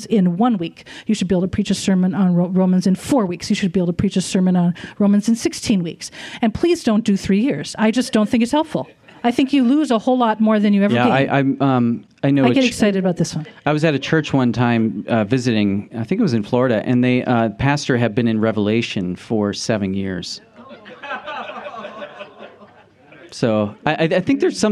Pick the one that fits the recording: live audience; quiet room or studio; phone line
live audience